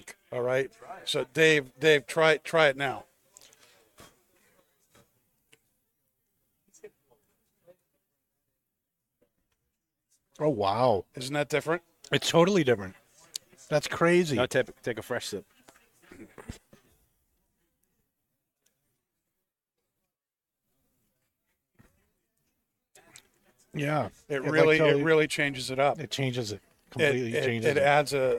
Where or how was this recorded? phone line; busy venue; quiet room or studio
busy venue